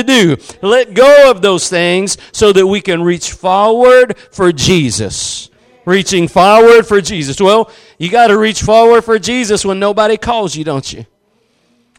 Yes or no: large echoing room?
yes